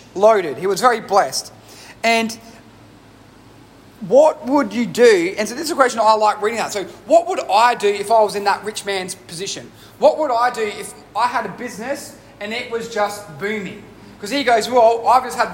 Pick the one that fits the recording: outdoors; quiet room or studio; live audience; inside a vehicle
live audience